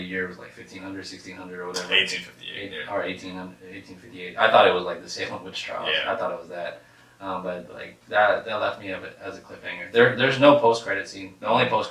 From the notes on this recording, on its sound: We apologize for the low audio quality for this episode.